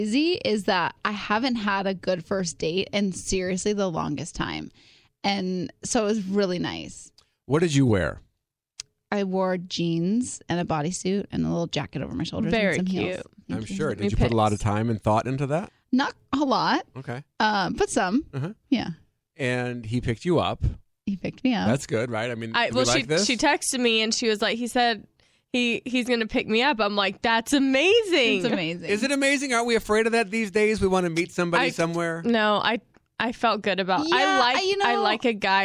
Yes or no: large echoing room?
no